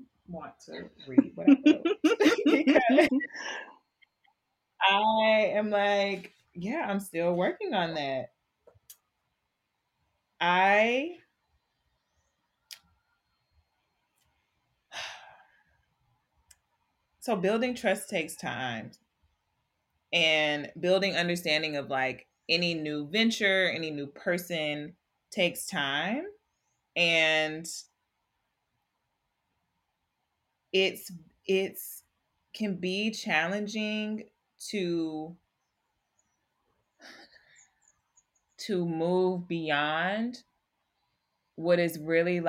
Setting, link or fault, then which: fault, sounds in the background